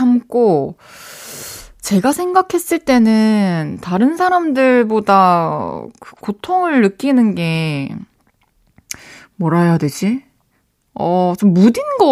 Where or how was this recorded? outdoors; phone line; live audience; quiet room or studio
quiet room or studio